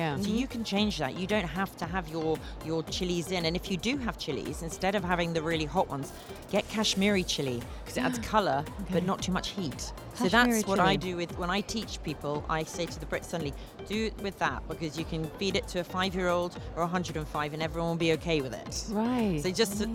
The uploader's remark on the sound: Live from SIBF 2023